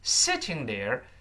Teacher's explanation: 这个 sitting 要重读 there 带过去了